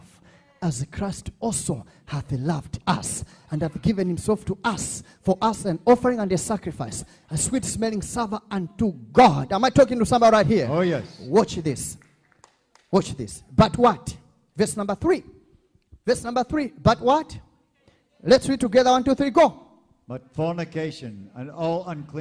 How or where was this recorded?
large echoing room